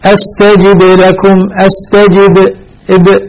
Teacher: هذه قلقلة مع بقاء الحرف ساكنا، بقاء الانتبه لسكون الحرف ويكون على حاله.